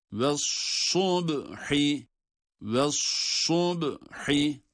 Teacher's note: Sad harfi kalın ve ba harfine bağlanıyor